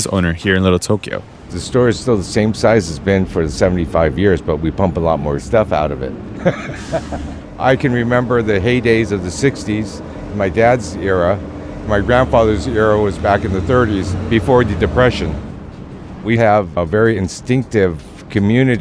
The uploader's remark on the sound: Live! At 'On Air Fest'. It was a very cool, day-long immersive sound and storytelling event, free and open to the public. For a live in-studio interview.